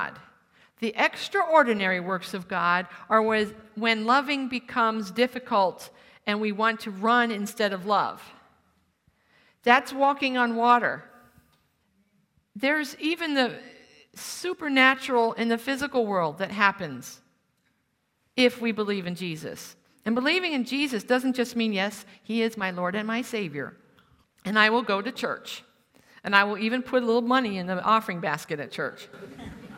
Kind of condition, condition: setting, live audience